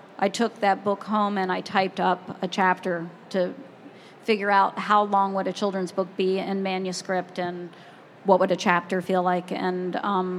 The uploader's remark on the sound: live in front of a group of librarians at the American Library Association's Annual Conference